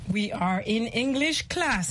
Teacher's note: the tone is neutral, flat. It's a fact.